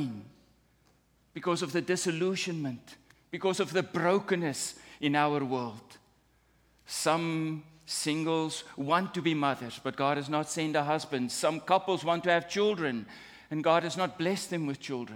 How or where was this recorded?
large echoing room